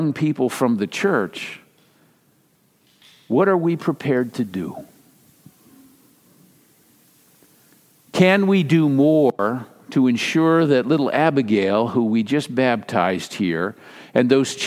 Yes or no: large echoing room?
yes